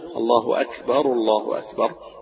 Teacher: فهنا الله أكبر الكاف من حروف المرققة حروف المهموسة يبقى أكبر، وما تشددش أو في الهمس بحيث تطلع فناء الله أشبر الله أشبر، الهمس بقاش زيادة عن اللزوم، الله أكبر الله أكبر.